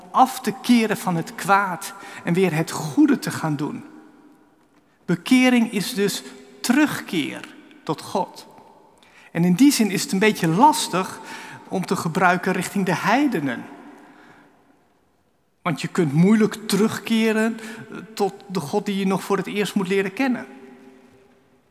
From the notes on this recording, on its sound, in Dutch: Opgenomen in de Noorderkerk te Amsterdam.